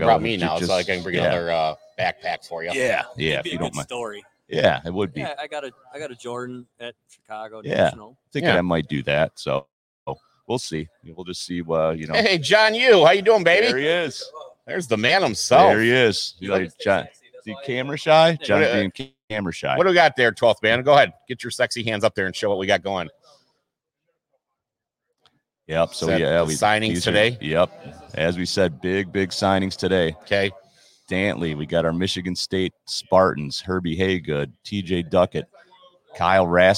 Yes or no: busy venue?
yes